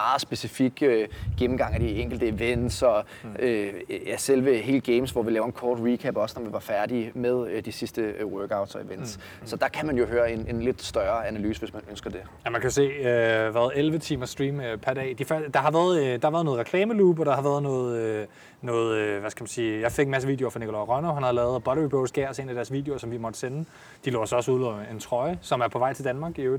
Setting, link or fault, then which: fault, wind noise